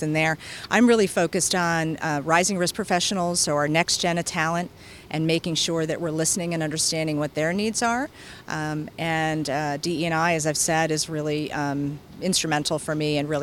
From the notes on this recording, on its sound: This year's event, held in Atlanta, should draw 9,000 participants. Spoke with AM Best TV at RIMS' annual Riskworld conference, held in Atlanta.